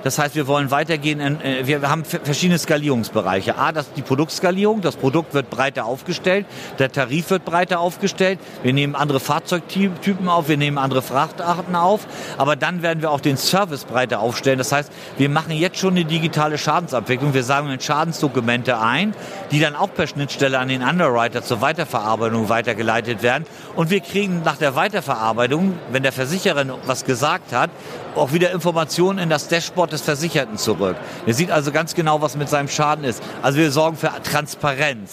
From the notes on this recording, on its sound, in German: In dieser Episode sind wir live auf der InsureNXT in Köln